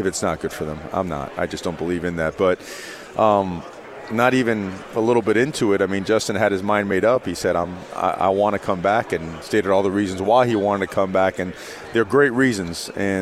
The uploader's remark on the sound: Live from Pac-12 Media Day.